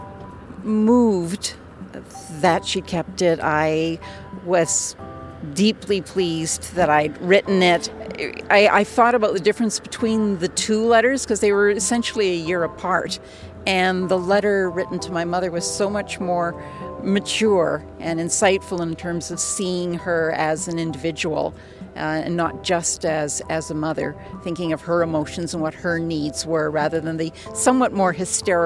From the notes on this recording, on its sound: Recorded live at the Mercury Room in Edmonton, AB.